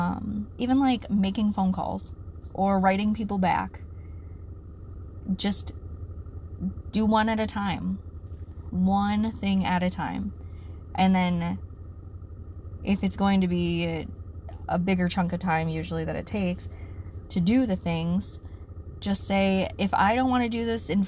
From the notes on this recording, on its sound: I'm on the road today...so I'm recording from my car